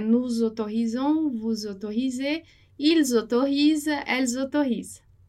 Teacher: Lembrando lá que o S vai fazer som de Z